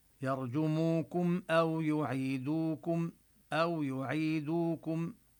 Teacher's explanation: أو يعيدوكم، وهنا الواو بأو هو حرف لين نبينه أو يعيدوكم، وكما يعني كما يلاحظ السامع يرجموكم أو يعيدوكم أو يعيدوكم، يعني نبين الواو، الواو هنا ليست حرف مد إنما هي حرف لين، لكن نبينها وزمنها كزمن حرف المد